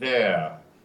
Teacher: After E, it kind of reduces to a schwa, so we get there.